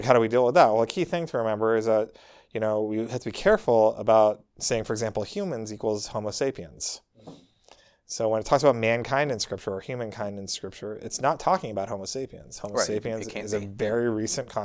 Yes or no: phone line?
no